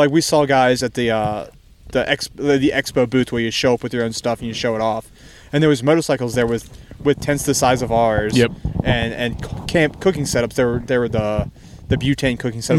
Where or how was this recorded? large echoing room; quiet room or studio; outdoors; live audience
outdoors